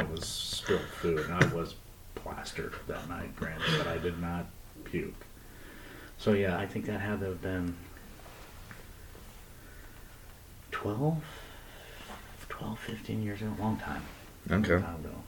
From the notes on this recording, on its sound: The audio is horrendous on this, so I apologize ahead of time for that. If you can manage to get past the bad sound quality, it's a pretty good episode.